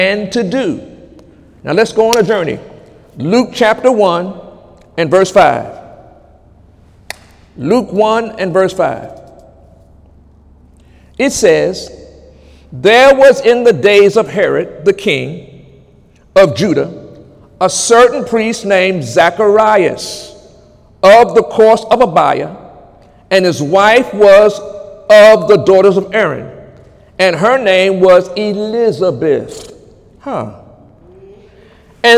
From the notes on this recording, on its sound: During Sunday morning service on April 15, 2018